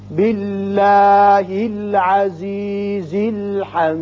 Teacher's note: یہاں اسم اللہ میں لام باریک ہوگا اس لیے کہ پیچھے زیر آ گیا. یہاں یاد رکھیے دال ساکن پر آپ جب بھی قلقلہ ادا کریں تو قلقلہ کی صورت میں زبر زیر یا پیش کی مشابہت نہ ہو، بالکل گلائی کی صورت میں، یعنی حمید حمیدی نہ ہو.